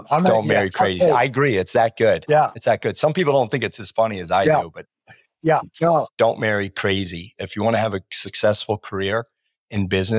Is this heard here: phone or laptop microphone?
no